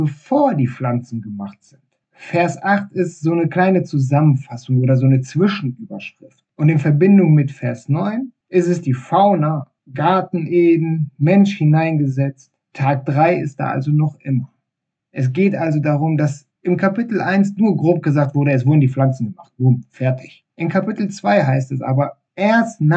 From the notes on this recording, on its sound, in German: Ich hoffe das die Tonqualität der nächsten Episode wieder besser wird.